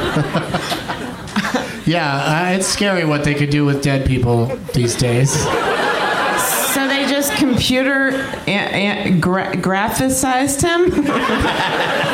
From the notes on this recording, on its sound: Live from the Cap City Comedy Club in Austin